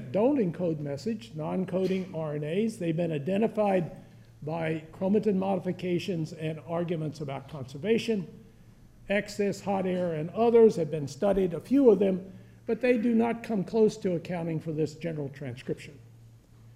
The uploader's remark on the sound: One of a series of lectures from The Yale School of Medicine Bicentennial Symposium